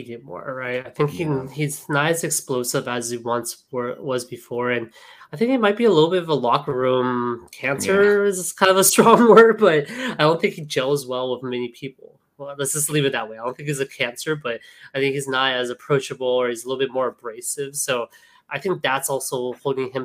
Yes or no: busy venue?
no